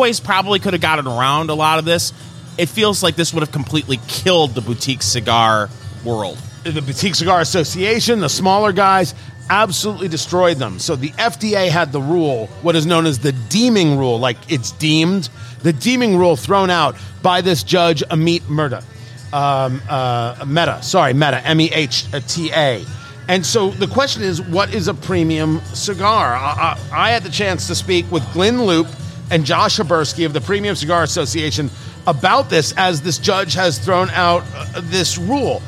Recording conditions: busy venue